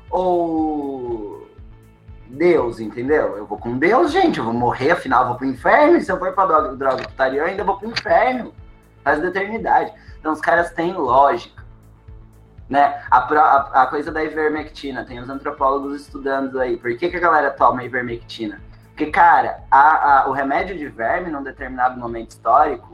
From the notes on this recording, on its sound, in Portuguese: Essa conversa foi a primeira mesa redonda da X Semana Acadêmica de Moda, que aconteceu via Google Meet no dia 28/09/2021.